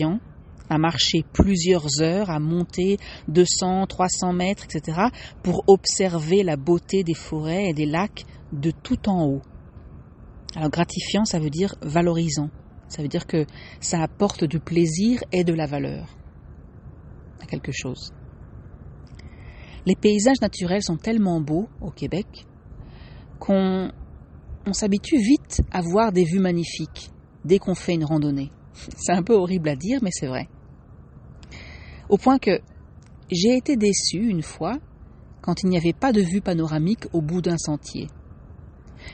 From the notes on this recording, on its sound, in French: Cette semaine, un épisode un peu atypique, en direct du Québec, enregistré sur mon téléphone et à l'extérieur.